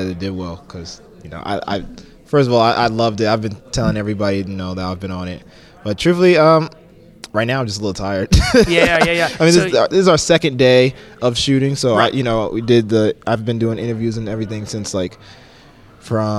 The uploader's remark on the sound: live from Caesars Palace in Las Vegas